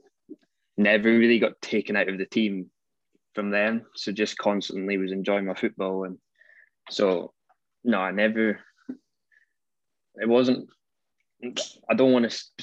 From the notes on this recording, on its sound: We caught up over Zoom